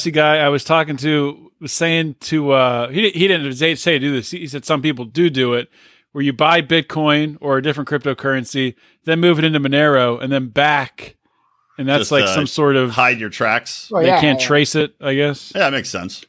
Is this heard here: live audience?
no